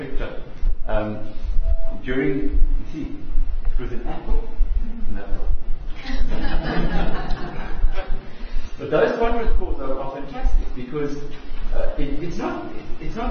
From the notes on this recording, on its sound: Here is the recording of the presentation. Fielded questions from the audience.